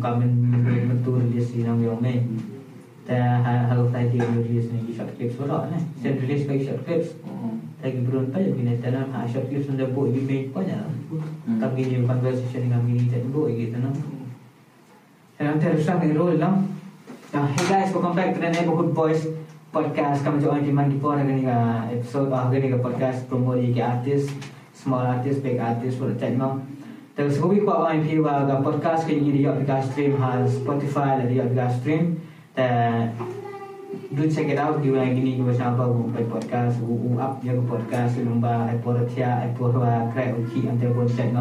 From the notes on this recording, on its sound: First Off Sorry for the Quality of the Sound. He deleted the Audio by mistake. We have to take the Audio From the Camera.